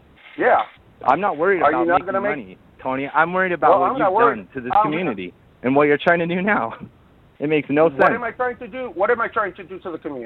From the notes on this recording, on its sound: Utah vapers called.